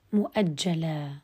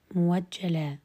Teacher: وهذا النوع الثاني من الهمز المفرد أخذنا أولا الساكن الآن المتحرك أبدل ورش الهمز المفتوح بعد ضمة واوا إذا كان فاء للكلمة · Shown in: second take